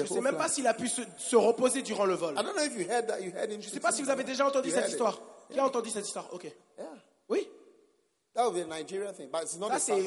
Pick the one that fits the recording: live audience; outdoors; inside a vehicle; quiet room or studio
live audience